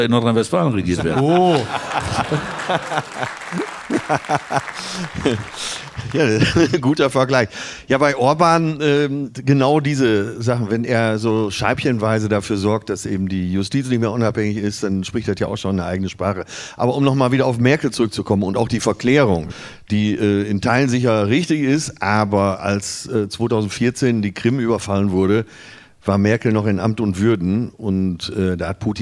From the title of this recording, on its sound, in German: Schützenfest & flauschig - live aus Dortmund